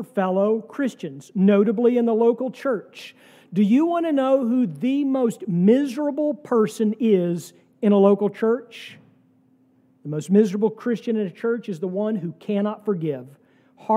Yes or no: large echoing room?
yes